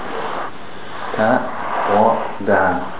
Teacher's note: Ta, twa, and dal, they all come from the tip of the tongue and pressing it above the top front teeth.